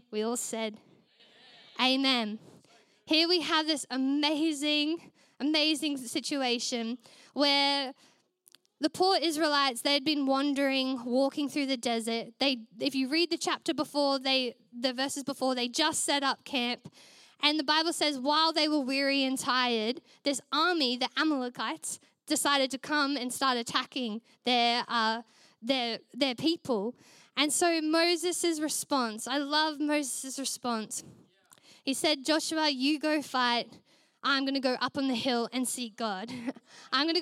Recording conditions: large echoing room